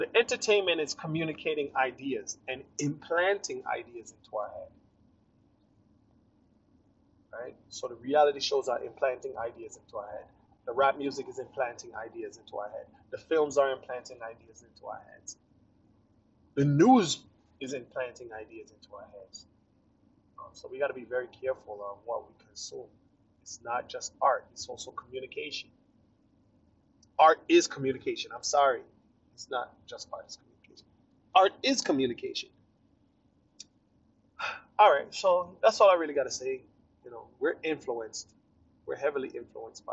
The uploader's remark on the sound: Poor audio.